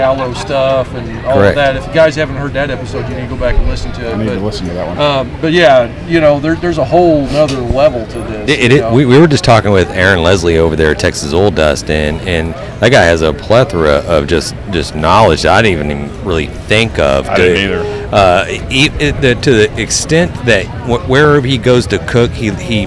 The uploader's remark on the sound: The Best Lineup from the American Royal 2023. In this episode we on location at the 2023 American Royal.